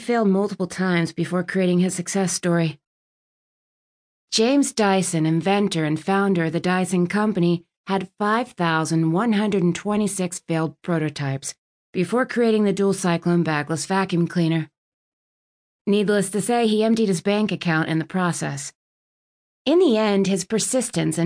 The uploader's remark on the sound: From my car.